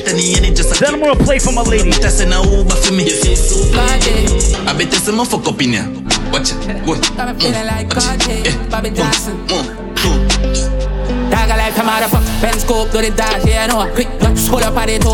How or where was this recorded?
busy venue